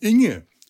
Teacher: Während Inge eine ganz komische Vokal-Konsonanten-Kombination ist, durch das dumpfe Ng am Ende und das hohe, klare I